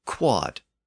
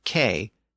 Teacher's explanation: the W sound in the word fell away, and eventually the D sound at the end also fell away